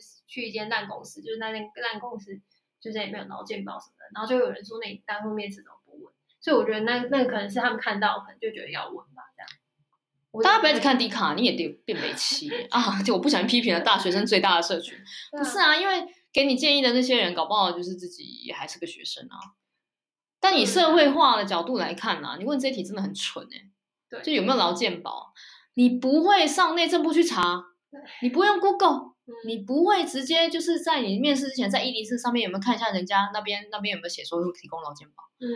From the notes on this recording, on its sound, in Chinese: 這集錄音品質稍差，請見諒